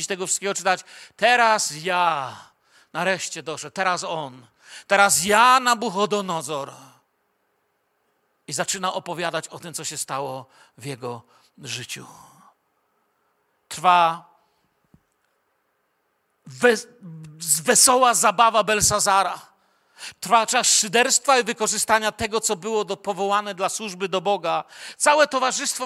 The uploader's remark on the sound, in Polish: Wykład nagrano podczas nabożeństwa niedzielnego w Kościele „Filadelfia” Bielsko Biała.